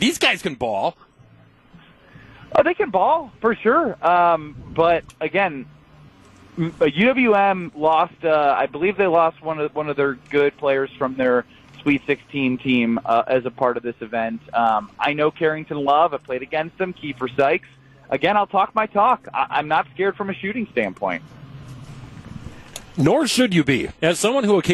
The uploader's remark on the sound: We broadcast live from the Pella Windows & Doors of Wisconsin Mobile Studios at Summerfest!